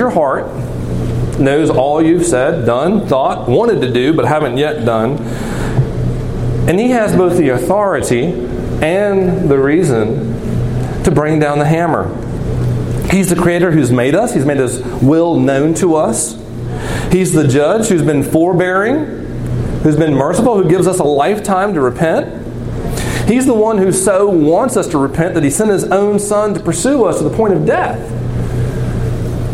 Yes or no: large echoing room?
yes